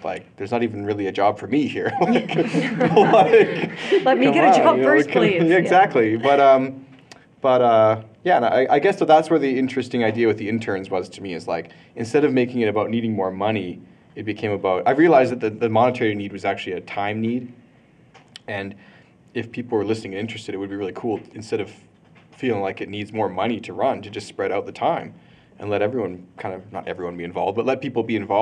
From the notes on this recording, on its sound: Live in Calgary, AB. I participate in a live roundtable interview and conversation about podcasting.